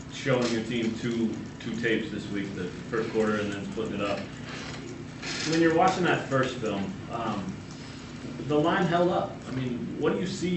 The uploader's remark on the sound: Press Conferences & Post-Game Interviews